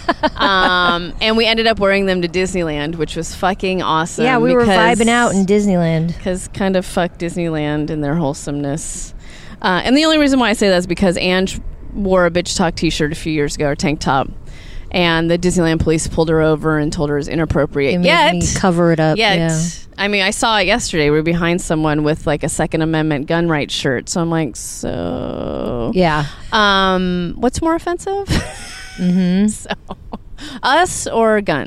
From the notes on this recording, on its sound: we're on location in sunny Sunset Beach, CA